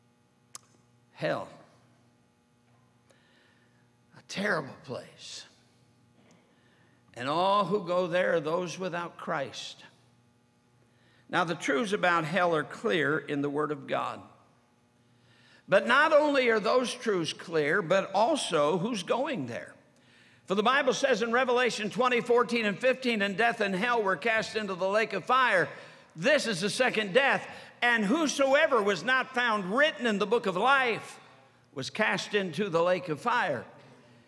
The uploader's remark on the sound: during the Sunday Evening service of the 47th Annual Stewardship and Missions Conference on October 15, 2023, at North Valley Baptist Church in Santa Clara, California